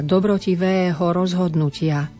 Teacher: Dobrotivého rozhodnutia, na konci je dvojhláska, rovnako dlhá